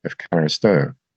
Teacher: which in ancient Greek is a long O sound, so a word like thank you, which is ευχαριστώ, Americans tend to lengthen that last O, ευχαριστώ. · Term: lengthening vowels